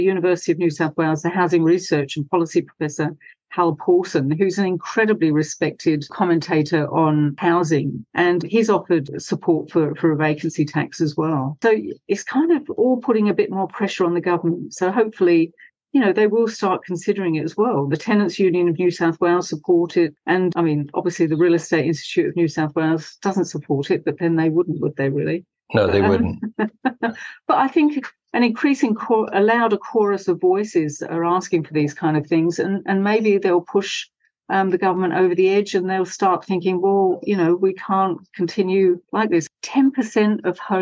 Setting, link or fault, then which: link, video call